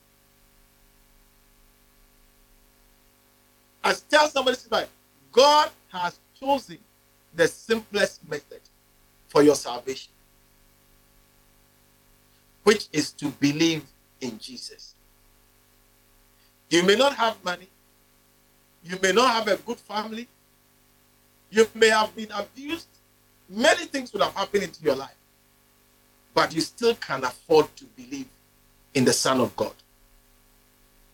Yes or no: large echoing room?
yes